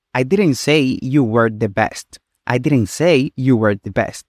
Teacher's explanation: con una entonación ascendente en best, podríamos estar implicando que hay alguien mejor que tú